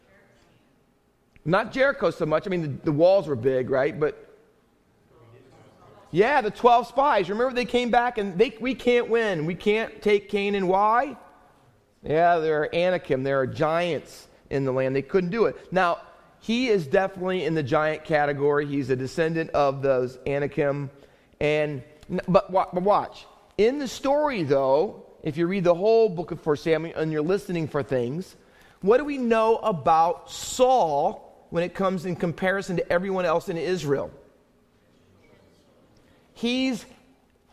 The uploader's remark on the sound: Faith Baptist Church in Hamilton, NJ.